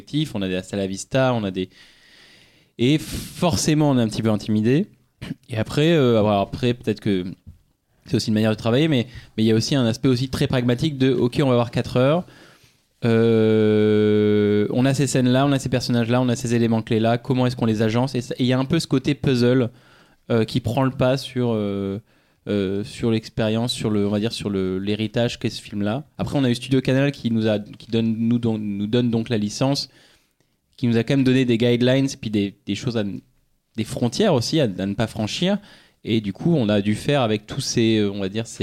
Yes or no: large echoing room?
no